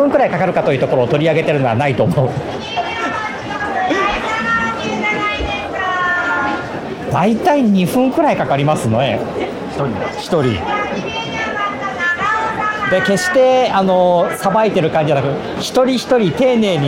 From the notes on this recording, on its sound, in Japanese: ロケ収録 モーニングを求めて名古屋駅西を歩く（前編）。今回はロケ収録の前編。午後でもモーニングを提供している喫茶店、その名も「喫茶モーニング」に向かって、これまで名古屋ニュースで取り扱ったスポットなども立ち寄りながら名古屋駅西を散策しました。